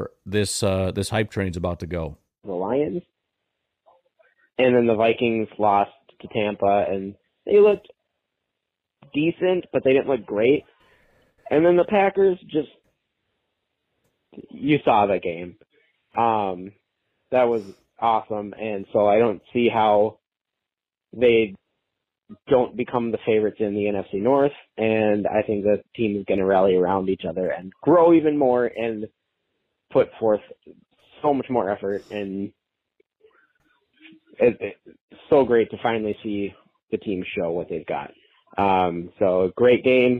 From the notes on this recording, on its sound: The calls are rolling in after the Packers' dominating week 1 win over the Bears! Fans call.